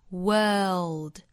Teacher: World 这个词在英音之中呢发成长音后面再带舌侧音